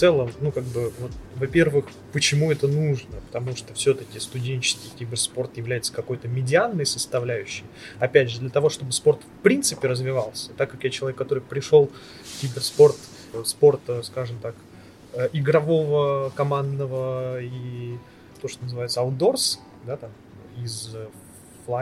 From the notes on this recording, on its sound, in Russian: Интервью было записано во время Киберфеста. Специального фестиваля Киберспорта внутри ВШЭ.